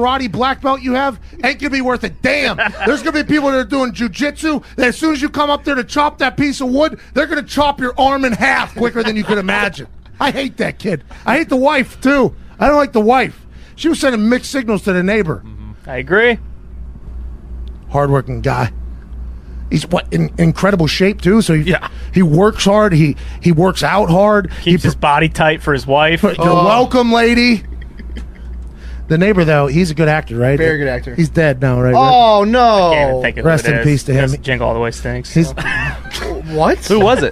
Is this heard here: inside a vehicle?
yes